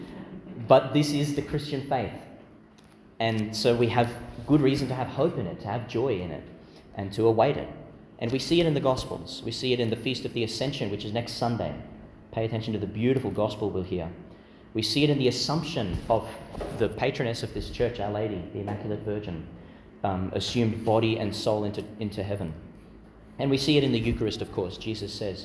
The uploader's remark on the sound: delivered in Mary Immaculate Church, Emu Park, Qld.